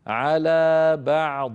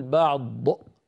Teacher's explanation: ثلاث ضادات، الضاد الأولى مشددة، فض فض، فننطقها بهذا الشكل، فضلنا، فض فاء مرققة، ضاد مفخمة، بعدها لام مرققة، فضلنا بعضهم، بعضهم هذه ضاد مفتوحة، على بعض هي بعض مكسورة لكن لما وقفنا عليها سكنت، فننطقها هكذا على بعض، نبين سكون العين من مخرجها الصحيح ثم ننطق ضادا من غير ذيول · Shown in: first take · على بعض، بعض، ولا نقول بعض ضء، انظروا ضء، هذا ضء لا يصح هذا الصوت الزائد في النهاية.